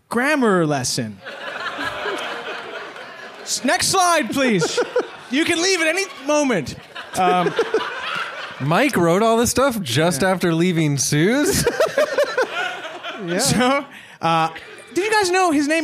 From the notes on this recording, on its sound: This week’s episode is a very special recording of Evil Men LIVE! From Toronto’s Paradise Theatre. Delighted the crowd.